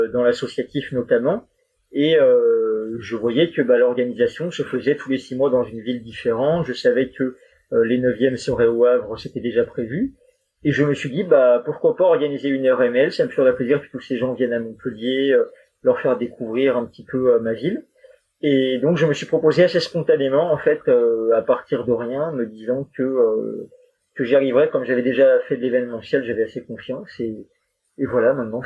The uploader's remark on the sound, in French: la prise de son souffrait d’un bruit de fond et de problèmes de niveaux